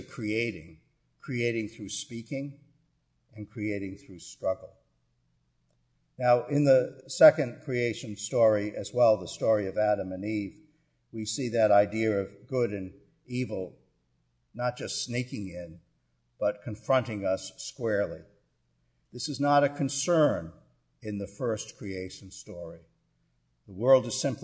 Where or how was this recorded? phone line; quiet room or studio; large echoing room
large echoing room